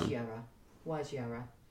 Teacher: the prefix is wa, no tone yet, because it is an open syllable. Yeah. So mid-tone.